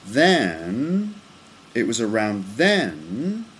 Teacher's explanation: That one sounds like it goes up a little bit first, actually. It goes up, then down, and then up again.